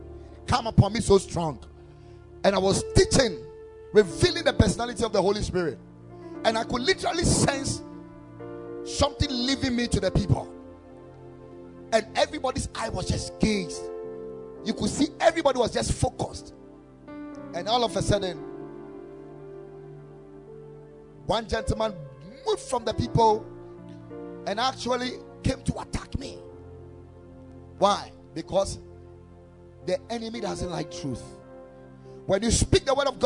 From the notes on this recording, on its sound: Preached at the Ekklesia Chapel